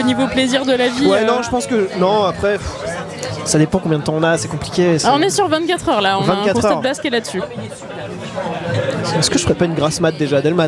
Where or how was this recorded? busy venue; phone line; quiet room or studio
busy venue